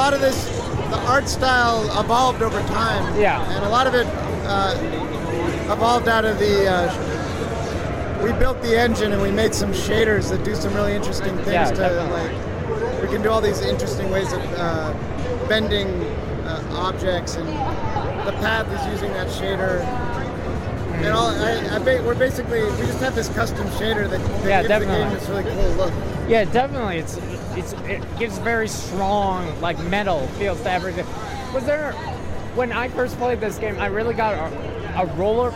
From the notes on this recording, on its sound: audio interviews that I did while at PAX East 2016